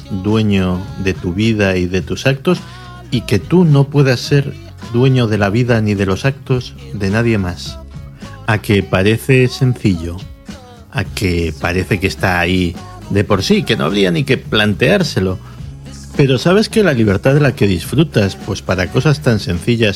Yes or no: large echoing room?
no